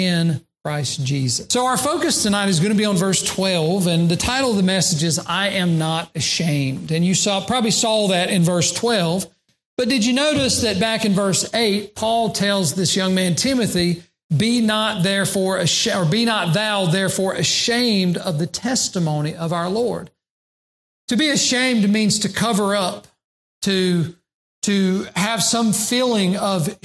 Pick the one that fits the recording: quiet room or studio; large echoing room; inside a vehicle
large echoing room